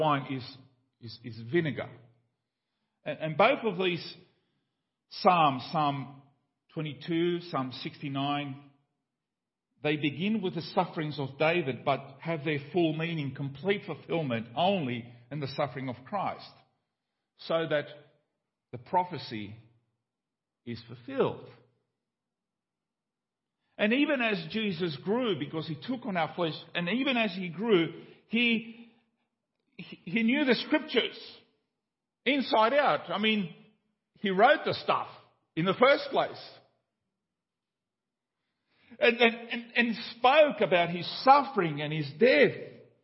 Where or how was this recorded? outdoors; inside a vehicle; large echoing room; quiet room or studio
large echoing room